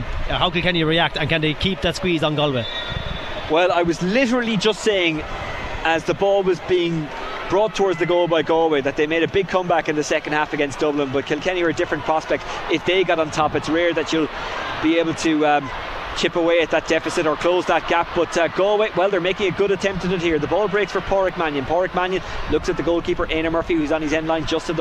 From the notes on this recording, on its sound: as broadcast live from Croke Park